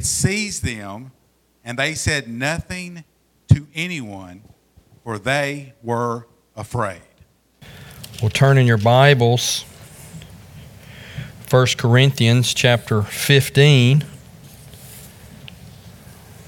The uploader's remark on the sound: Join us from the pulpit of Beaver Baptist in Brighton, Tn.